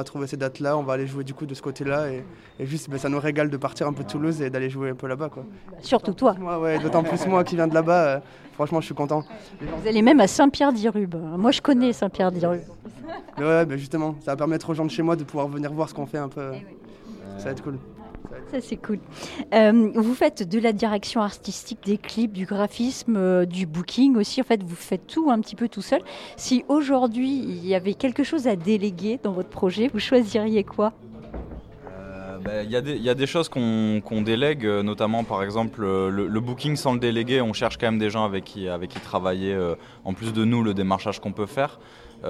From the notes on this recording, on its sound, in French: Pour la première fois sur la scène du week-end des Curiosités, c'est dans les loges du Bikini que nous avons rencontré ces joyeux garçons et surtout profité avec le public d'un concert enflammé !